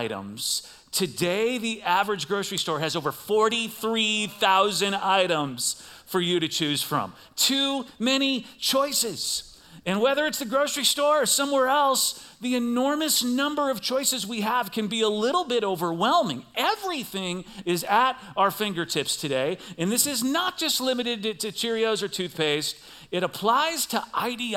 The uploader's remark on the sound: Recorded live at CrossWinds Church on October 22nd , 2023.